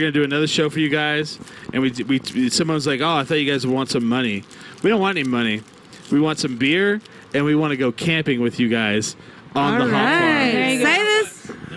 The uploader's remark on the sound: We come back to you live from the Santa Fe Brewing Taproom at the Green Jeans Farmery hour number 2.